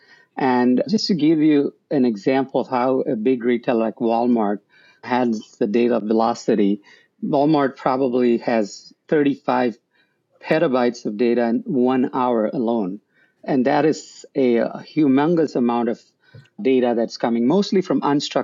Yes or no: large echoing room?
no